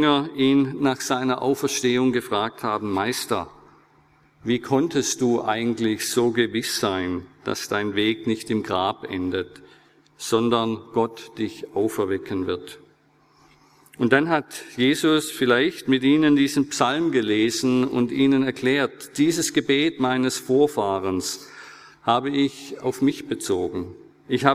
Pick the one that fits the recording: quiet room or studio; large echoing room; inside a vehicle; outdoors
large echoing room